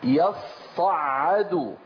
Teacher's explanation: يصعد مضارع ماضيه صعد وهو الأصل، ولكن يصعد، يصعد بتشديد الصاد وتشديد العين، والعين حرف من وسط الحلق يخرج برجوع لسان المزمار إلى الخلف وتضيق في الحلق